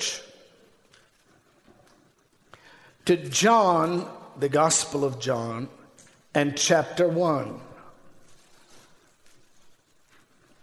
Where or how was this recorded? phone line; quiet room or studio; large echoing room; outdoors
large echoing room